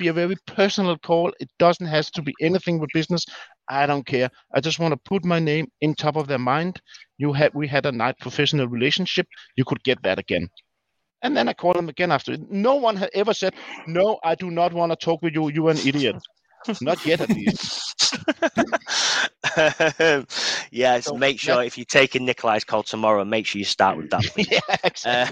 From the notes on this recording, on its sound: This is a recording a linkedin live event